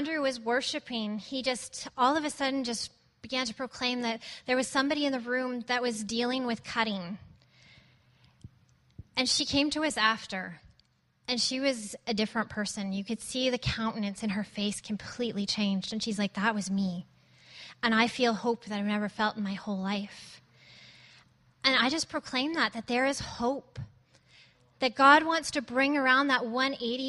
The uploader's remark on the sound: at Resurgence Edmonton on May 31, 2014